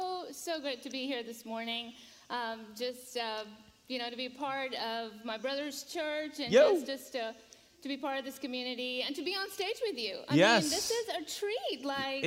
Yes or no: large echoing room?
yes